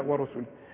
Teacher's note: فهنا الراء مضمومة مفخمة، الواو جنبها مرققة